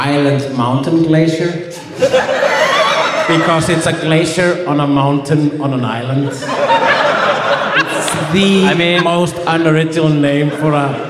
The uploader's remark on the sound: Live from Reykjavik